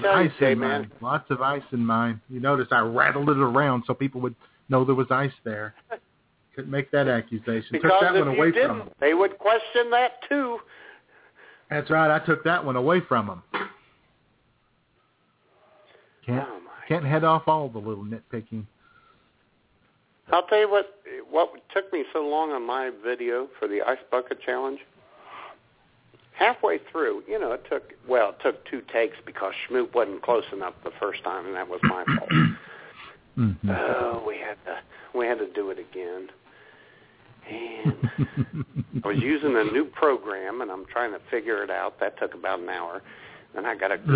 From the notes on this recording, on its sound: your phone calls